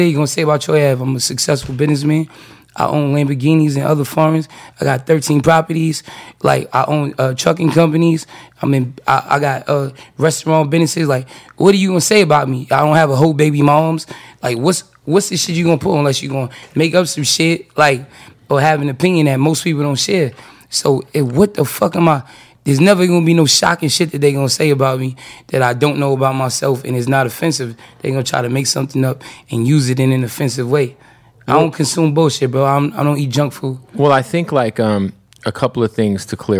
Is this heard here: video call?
no